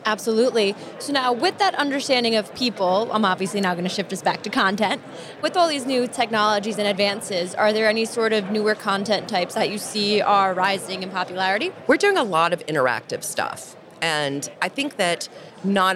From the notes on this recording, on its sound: On the show floor at B2BMX this past February